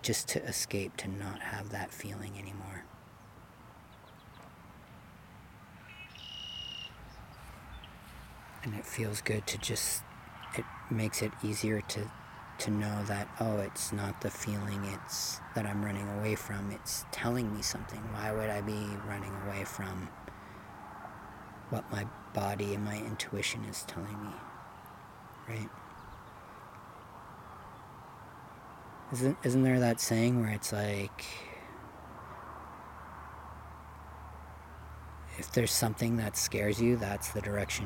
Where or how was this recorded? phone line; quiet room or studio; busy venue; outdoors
outdoors